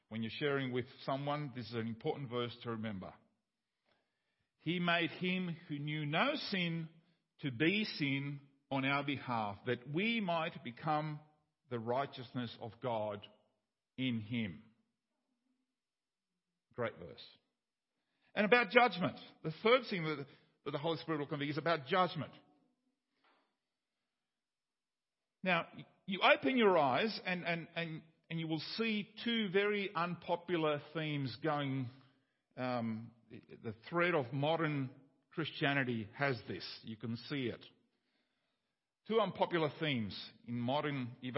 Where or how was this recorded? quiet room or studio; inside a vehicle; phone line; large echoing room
large echoing room